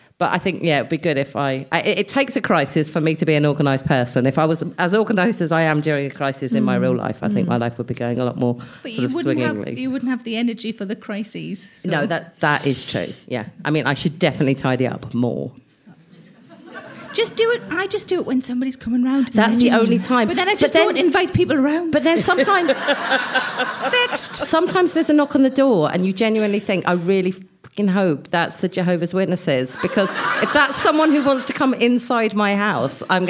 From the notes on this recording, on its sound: Recorded at Leamington Spa Comedy Festival, October 2017.